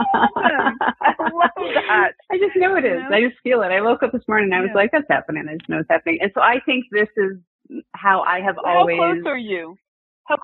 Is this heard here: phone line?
yes